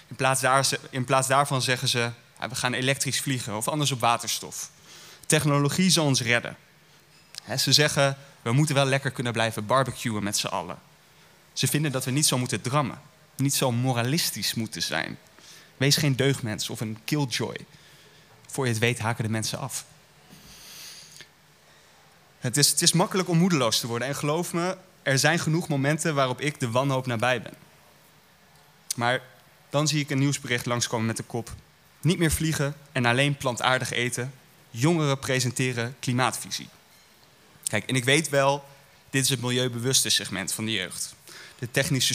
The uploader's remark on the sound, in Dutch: Live opgenomen in De Grote Post in Oostende op 2 oktober 2022.